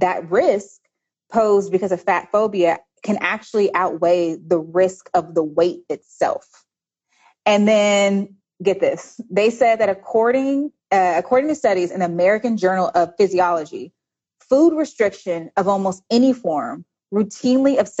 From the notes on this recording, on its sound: featuring an episode from PushBlack’s Instagram Live series